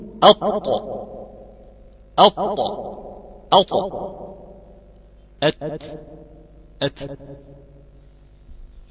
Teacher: في الطاء هيرتفع أقصى اللسان، وفي التاء هو مستفيل طالما المخرج من الأمام واحد كما هو طرف اللسان أو ظهر طرف اللسان مع أصول الثنايا العليا